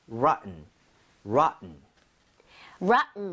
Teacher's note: rotten처럼 T 사운드가 굉장히 약화되거든요